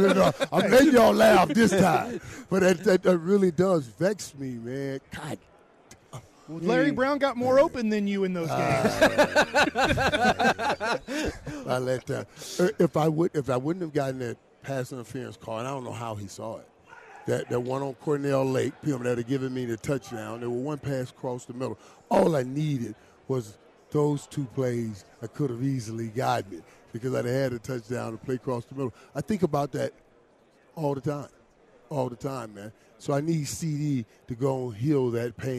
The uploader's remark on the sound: LIVE with The K&C Masterpiece from Radio Row in Las Vegas!